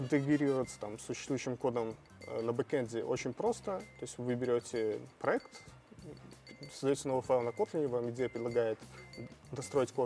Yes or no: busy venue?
yes